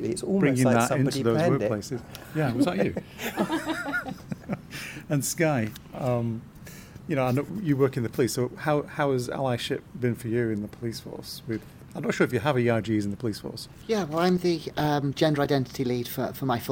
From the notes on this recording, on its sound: This interview was recorded at the London Stock Exchange (LSEG) during Trans in the City's Closing of the Stock Exchange Event for Trans Awareness Week, Nov 14th 2023